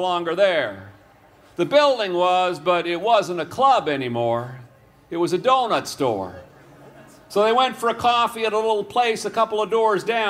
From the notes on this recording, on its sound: The story The Lost Chords was recorded that day at Hillside Festival.